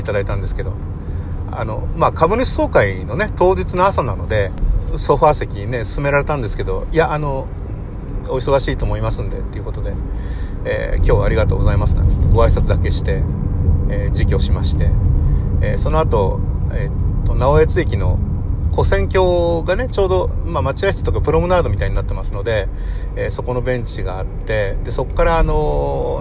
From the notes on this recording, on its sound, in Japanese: 国道246号線を走行しています。クルマの中で録音したので雑音多め。